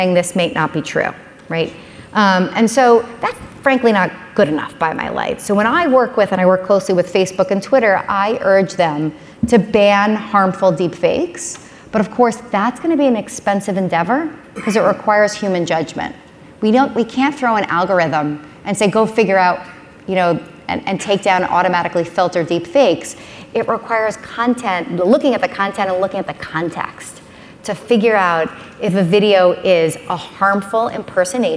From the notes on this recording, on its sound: spoke at the Page Annual Conference